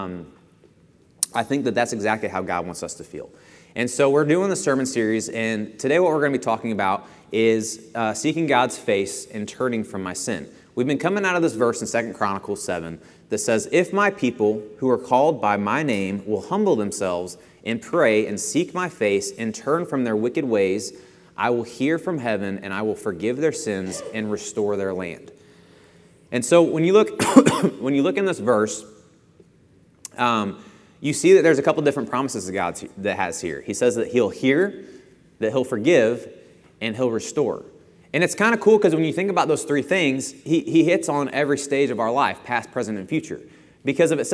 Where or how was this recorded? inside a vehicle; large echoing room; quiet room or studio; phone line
large echoing room